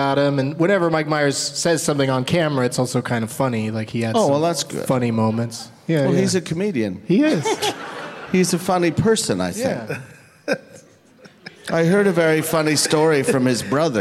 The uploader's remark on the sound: Live from Toronto's Just For Laughs festival